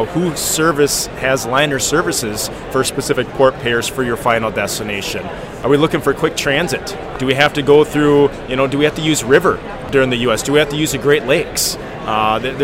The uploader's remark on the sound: LIVE From The Breakbulk Americas 2022 Trade Show Floor